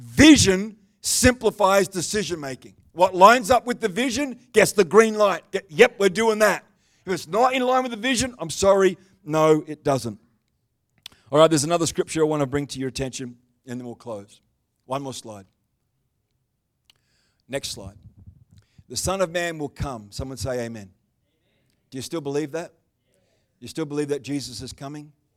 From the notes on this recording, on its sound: The live stream of Destiny Church Atherton.